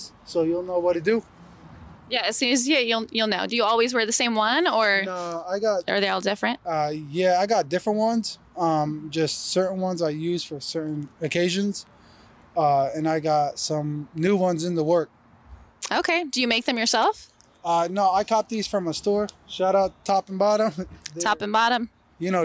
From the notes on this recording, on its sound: Star Awards Live Coverage. Portland Hip Hop Week. We did live interviews with local artists. The 2022 "STAR AWARDS" presented by Leadertainment featured collaborations with Mic Check and PDX Rated Ill Records .